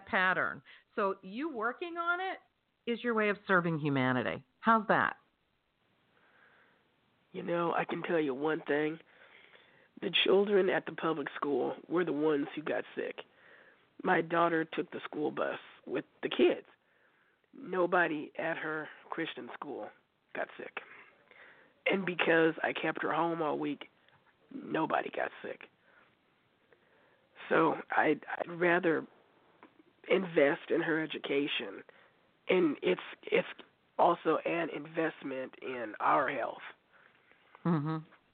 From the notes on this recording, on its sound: in response to callers' questions